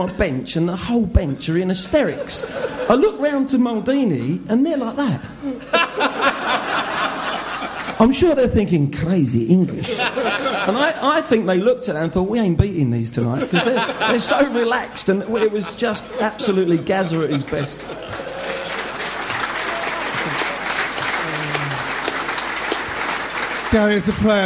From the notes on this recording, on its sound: It's the Spurs Show LIVE at The Guanabara Club in Covent Garden!